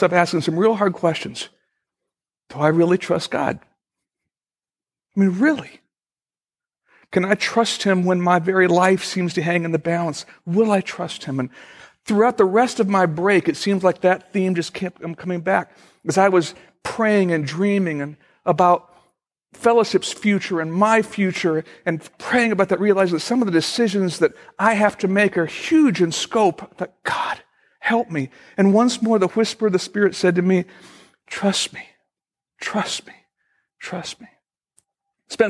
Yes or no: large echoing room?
yes